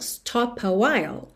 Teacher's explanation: Naturalmente eu posso juntar consoante P no A de a while.